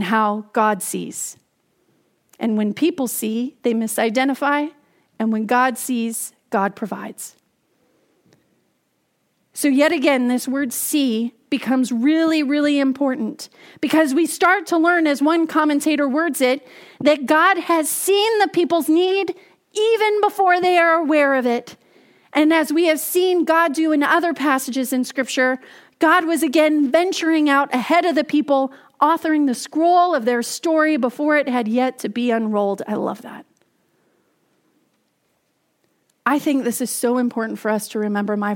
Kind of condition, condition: setting, large echoing room